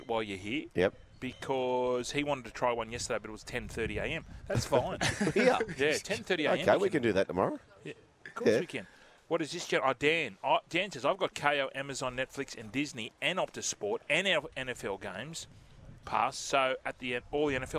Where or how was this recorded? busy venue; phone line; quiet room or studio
busy venue